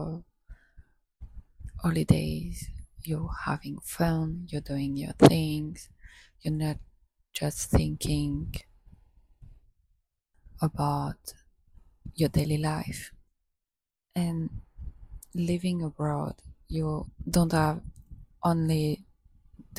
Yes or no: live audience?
no